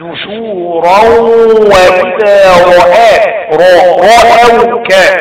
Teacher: اضغام بغنة اضغام ناقص بغنة مقدار حركتين